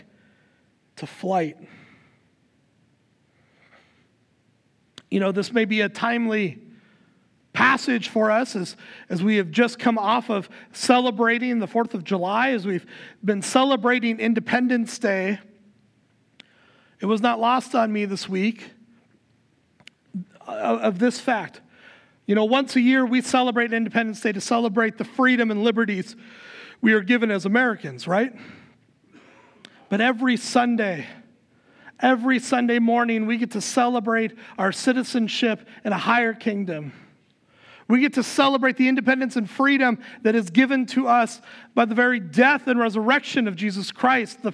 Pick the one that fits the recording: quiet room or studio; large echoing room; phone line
large echoing room